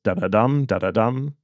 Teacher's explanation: It's two unstressed syllables and a stressed one. So it's da-da-dum, da-da-dum. · Term: anapest